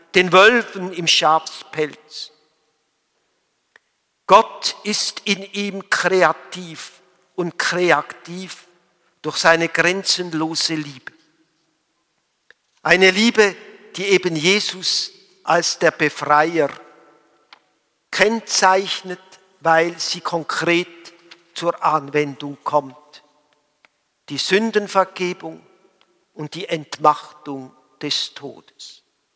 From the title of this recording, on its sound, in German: Gottesdienst Palmsamstag 27.03.2021